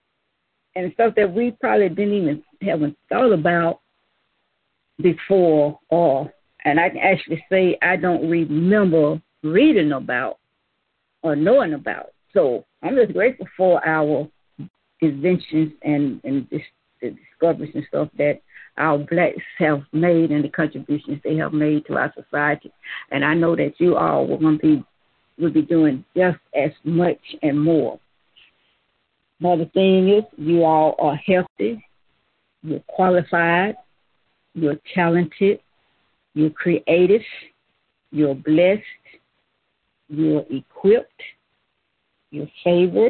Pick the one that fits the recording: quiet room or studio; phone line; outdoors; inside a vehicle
phone line